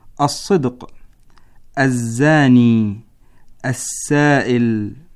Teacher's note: مخرج حروف الصفير الصاد والزاي والسين، ويكون مخرجها من رأس اللسان ومن بين الثنايا السفلى، وتسمى الحروف الأسلية.